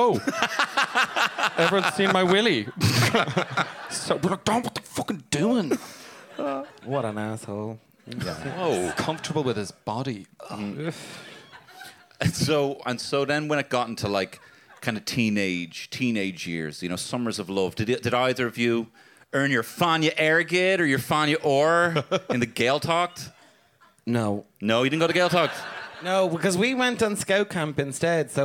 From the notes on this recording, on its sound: Huge thanks to the Workmans for having us again.